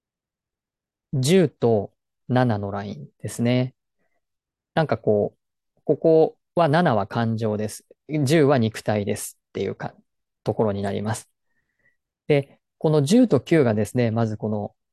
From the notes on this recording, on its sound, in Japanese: 説明会の内容を音声のみアップしました。本来はZOOMで行ったものなので画像があります。